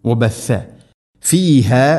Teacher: സ ഉച്ചരിക്കുന്ന സമയത്ത് നാവിൻ്റെ അറ്റം നമ്മുടെ മുൻപല്ലുകളുടെ ഇടയിൽ കൂടെ അല്പം ദാലിനേക്കാൾ കുറച്ചും കൂടെ പുറത്തായിരിക്കണം